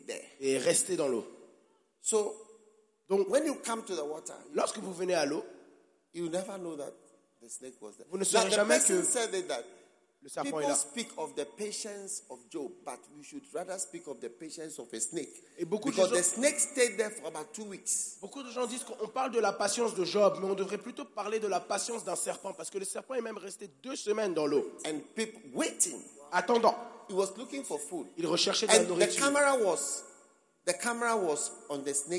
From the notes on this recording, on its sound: Preached at the Give Thyself Wholly pastors' conference in Mampong - Ghana